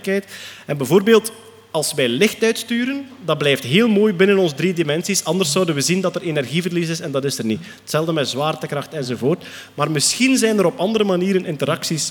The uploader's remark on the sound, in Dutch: Live op Sound of Science Nights. Een special die werd opgenomen op 8/09 op de Sound of Science Nights in Antwerpen.